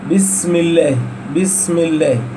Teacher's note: هناك صفير في السين مع الهمس يعطي هذا الحرف جمالا